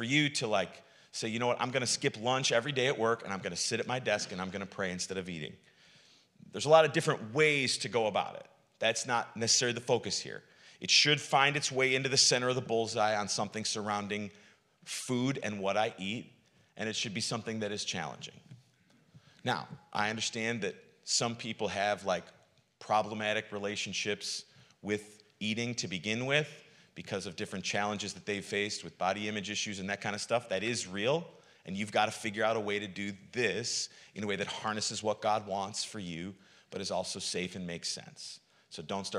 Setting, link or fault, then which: setting, large echoing room